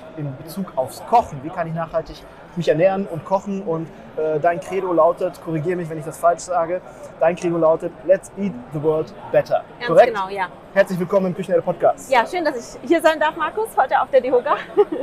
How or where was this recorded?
busy venue